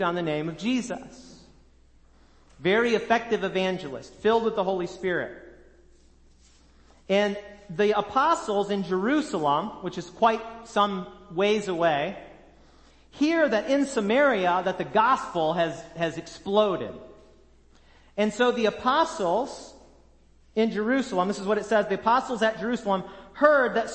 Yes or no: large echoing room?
yes